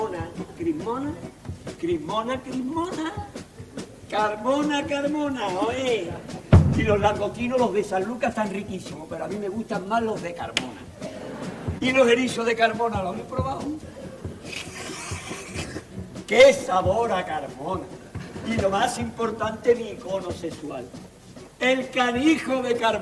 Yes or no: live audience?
yes